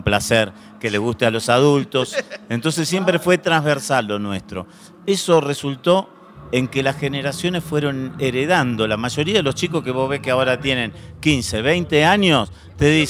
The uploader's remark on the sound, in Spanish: Grabado en el backstage de el icónico Foro Sol en la Ciudad de México, este sirvió de trasfondo perfecto para esta entrevista realizada justo cuando el grupo estaba a punto de subir al escenario.